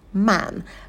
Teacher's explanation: И далее звук лягушка, очень открытый звук. Держим оскал, улыбаемся, челюсть роняем вниз